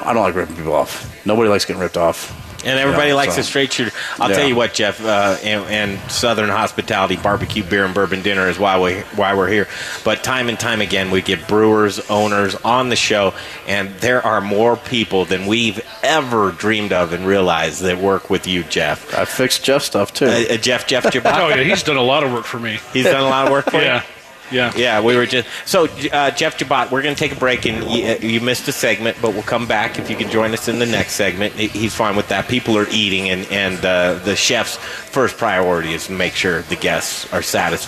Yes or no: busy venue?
yes